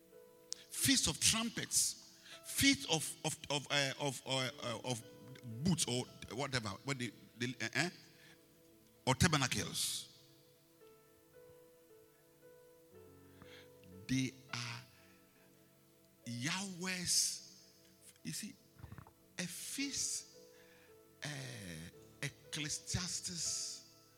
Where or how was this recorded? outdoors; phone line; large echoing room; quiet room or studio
large echoing room